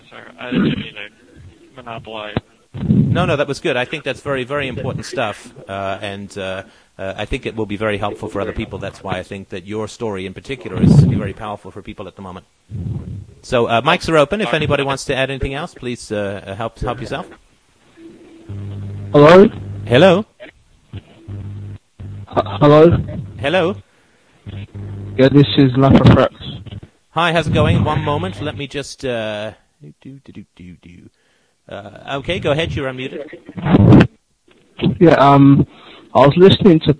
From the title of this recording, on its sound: Call In Show